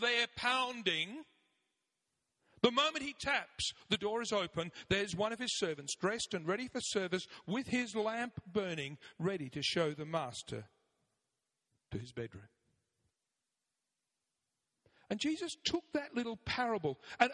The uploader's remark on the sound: 9am Service, Arena Church, Ilkeston